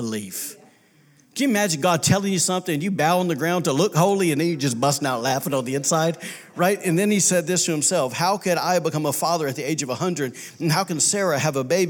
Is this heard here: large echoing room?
yes